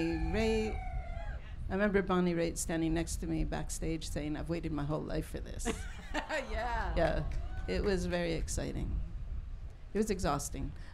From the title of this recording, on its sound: SHEROES Live At Newport Folk Festival